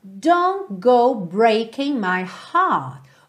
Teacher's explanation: O T do don't, Assim como o G do breaking não são ouvidos, então você tem don't go ao invés de don't go, ok?